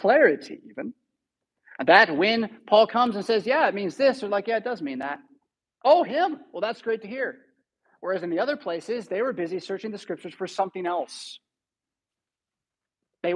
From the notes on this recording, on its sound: Preached at St Paul Lutheran Church , Rockford, Illinois on Sunday May 14, 2023.